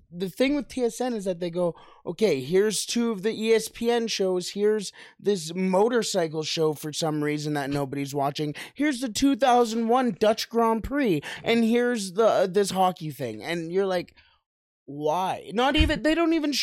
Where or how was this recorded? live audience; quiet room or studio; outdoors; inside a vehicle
quiet room or studio